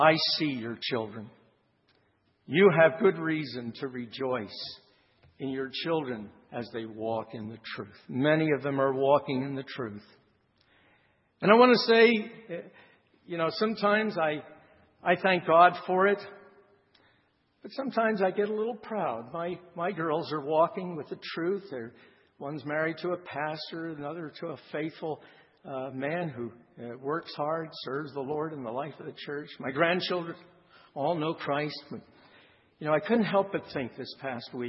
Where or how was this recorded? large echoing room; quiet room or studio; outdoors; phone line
large echoing room